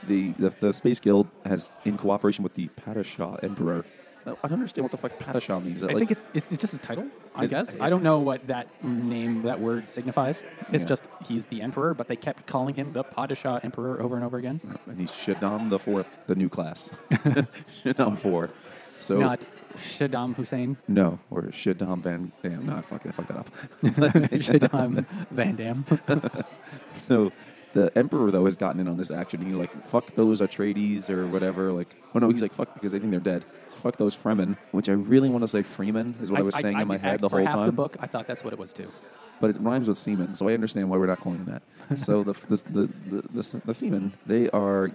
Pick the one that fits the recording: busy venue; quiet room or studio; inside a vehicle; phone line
busy venue